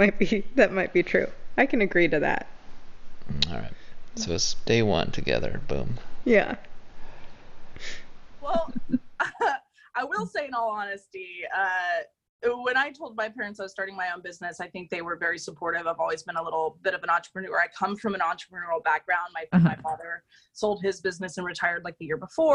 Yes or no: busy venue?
no